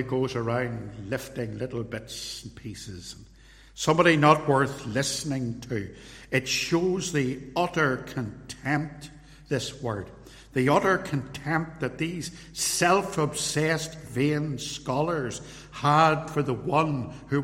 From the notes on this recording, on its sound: This recording is a sermon, preached live at Templepatrick Reformed Church.